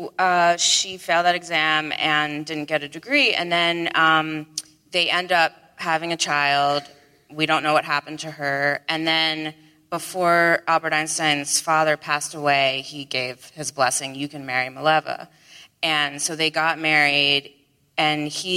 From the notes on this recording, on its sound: Recorded 15 January 2020 at The Wilshire Ebell Theater in Los Angeles.